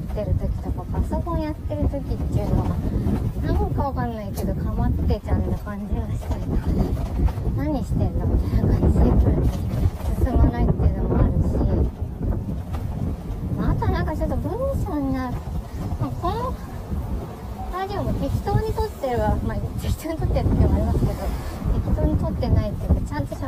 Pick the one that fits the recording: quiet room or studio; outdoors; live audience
outdoors